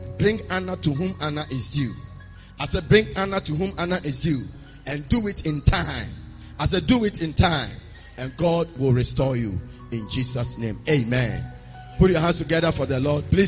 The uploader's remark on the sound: Preached at the Spiritual Encounter Service.